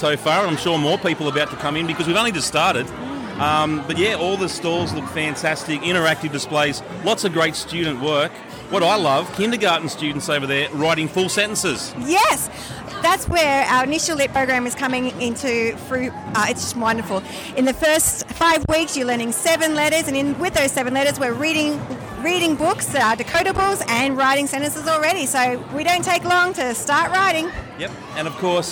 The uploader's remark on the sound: a range of short interviews from last week's Primary Expo